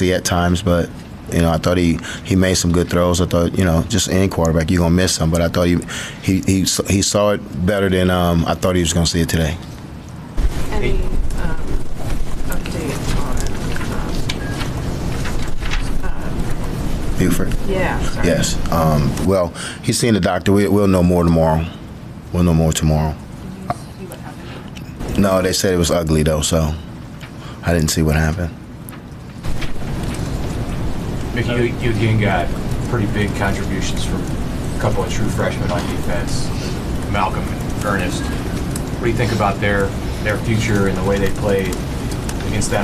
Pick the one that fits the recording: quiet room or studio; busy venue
busy venue